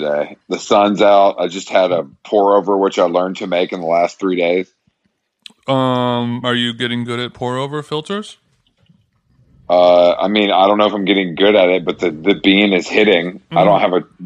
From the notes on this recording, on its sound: She was nice enough to call in from her parents house while standing on some chairs to get better reception.